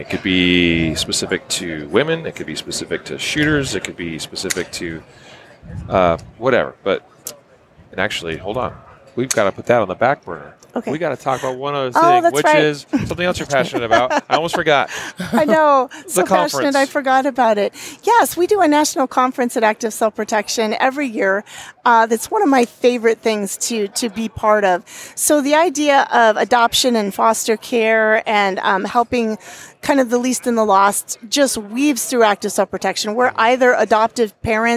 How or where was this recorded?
busy venue